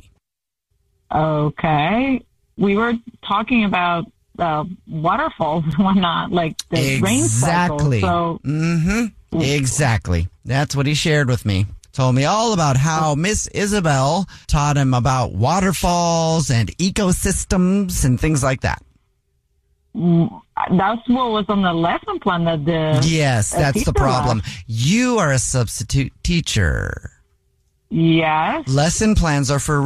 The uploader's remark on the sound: Phone Prank.